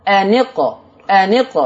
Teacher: شوف انت بتشبك النون في القاف